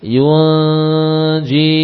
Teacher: tengah lidah didekatkan menuju ke langit-langit sambil diberi gunnah.